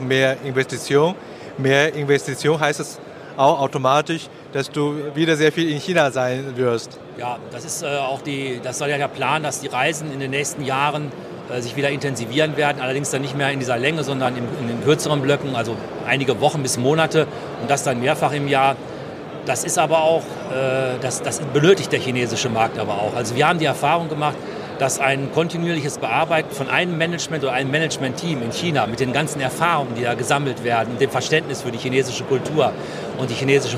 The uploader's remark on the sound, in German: Live Interview auf Hannover Messe 2023